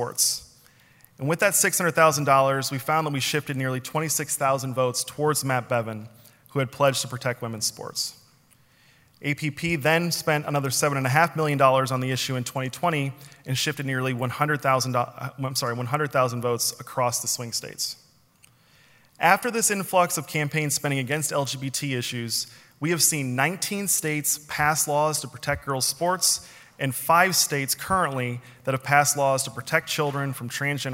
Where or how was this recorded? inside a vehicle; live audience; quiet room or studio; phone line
live audience